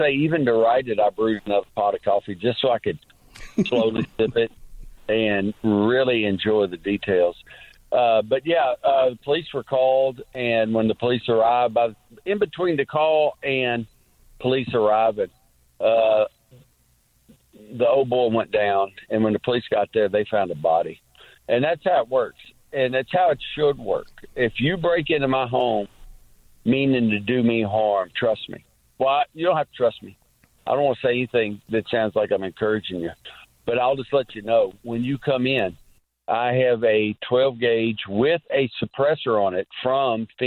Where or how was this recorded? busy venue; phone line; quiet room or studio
phone line